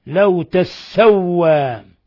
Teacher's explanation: وقرأ نافع وابن عامر وأبو جعفر بفتح التاء وتشديد السين